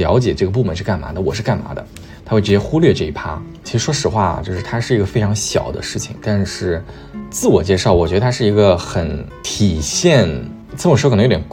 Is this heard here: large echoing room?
no